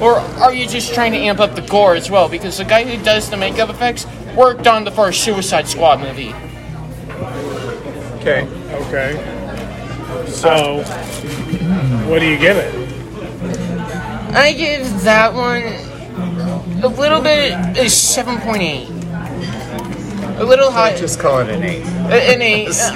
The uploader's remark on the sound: Live at their theatre's first showing of Halloween Ends.